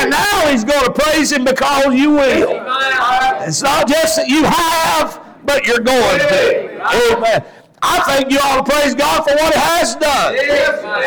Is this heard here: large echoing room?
yes